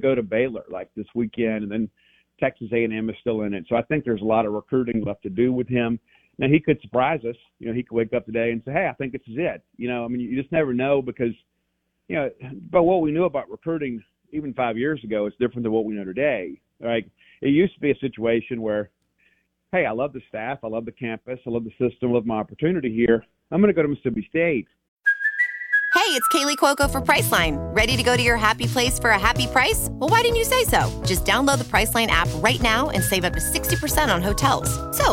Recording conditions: phone line